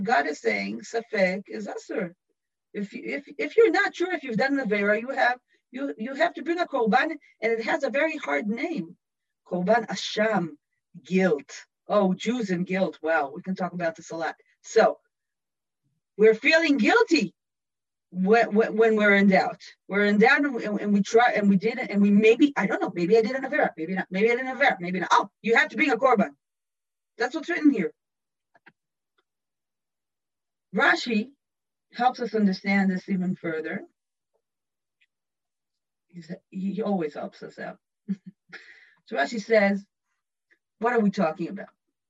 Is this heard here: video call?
yes